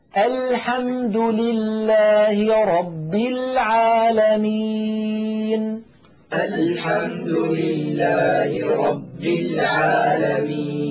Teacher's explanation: اللام من أدنى حافة اللسان إلى منتهى حافة اللسان من الجهتين · Term: حرف اللام